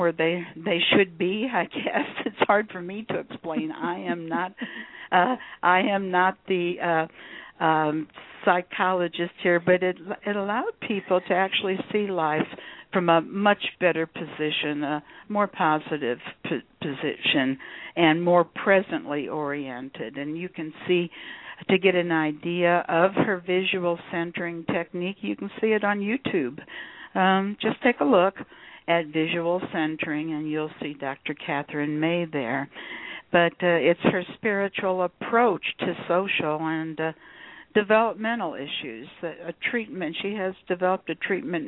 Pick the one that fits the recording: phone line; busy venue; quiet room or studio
phone line